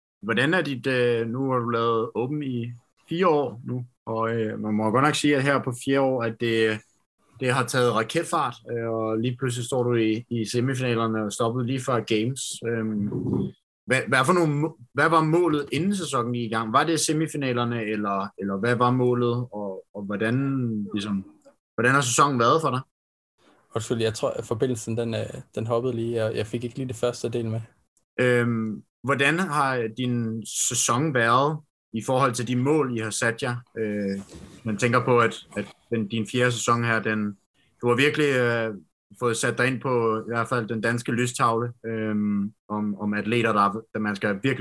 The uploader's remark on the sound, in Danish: Da interviewet er optaget via gode gamle Zoom, så kan vi desværre ikke præstere lige så god lyd som vi plejer.